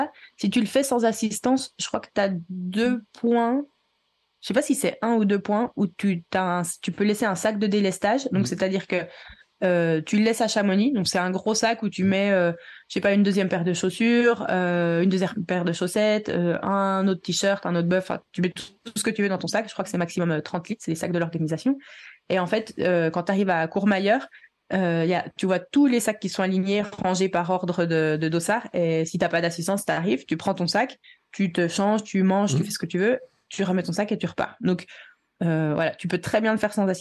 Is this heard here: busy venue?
no